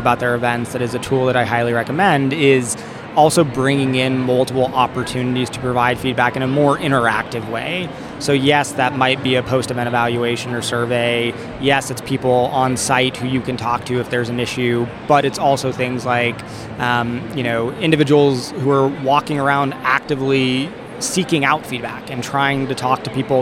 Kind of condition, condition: setting, busy venue